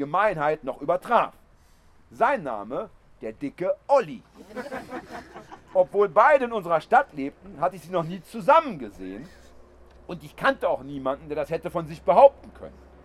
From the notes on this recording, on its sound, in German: Spontane Reaktionen auf Äußerungen aus dem Publikum. Holzrock Open Air. Während seiner Lesung im Zelt zog ein Gewitter auf.